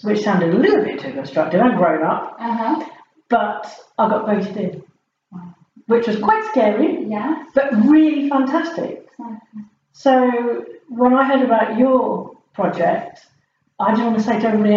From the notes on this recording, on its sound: The sound is a bit tinny.